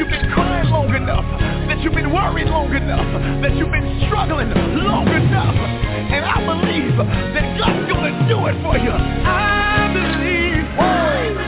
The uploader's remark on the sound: TNTSuperfantastic Conference Call